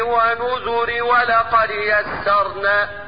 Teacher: انا نطقتي راء مكسورة مرققة